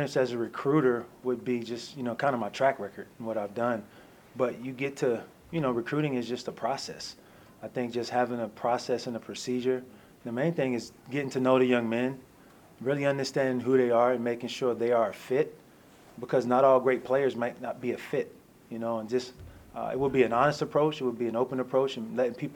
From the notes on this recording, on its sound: Airing the full press conference.